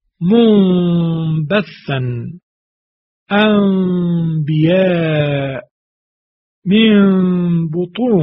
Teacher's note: نکته اول، دقت کنید که این میمی که از نون در نزد حرف با ایجاد می شود، اون میم ایجاد شده باید از فضای بینی یا به صورت غنه به اصطلاح ادا شود و همراه با دو حرکت کشش. باید این اقلاب دو حرکت کشش پیدا کند. و دوم این که در اقلاب باید بین دو تا لب یک مقدار فاصله باشه.